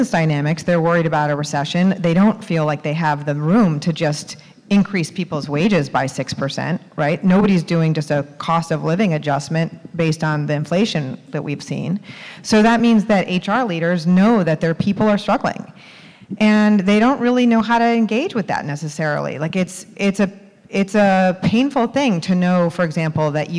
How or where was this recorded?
busy venue